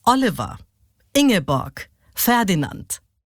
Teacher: Daktylus hat die erste Silbe betont und dann zwei unbetonte